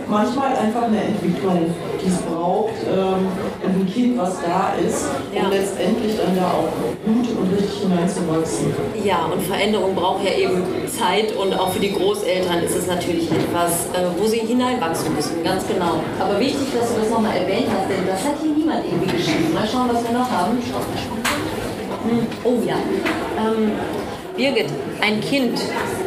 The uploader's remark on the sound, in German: Live auf der Bühne.